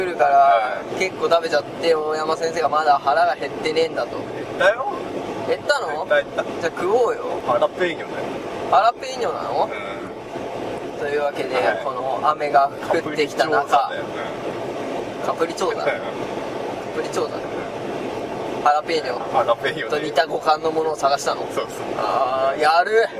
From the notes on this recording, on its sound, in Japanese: 今回収録分、ずっと車の走行音がするのはプチ旅行中だからです。千葉県は富津岬まで行ってきました。